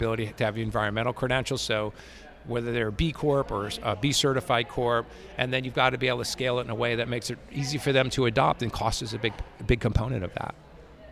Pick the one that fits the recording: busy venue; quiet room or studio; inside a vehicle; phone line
busy venue